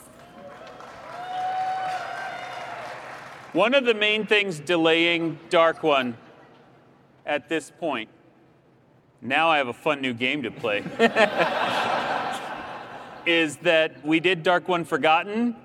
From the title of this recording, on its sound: Live Q&A at Dragonsteel 2023!